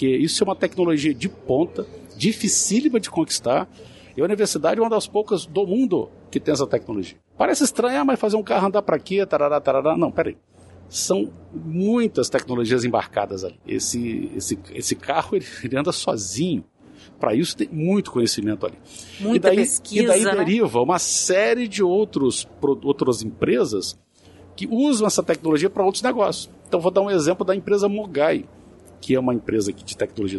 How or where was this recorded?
busy venue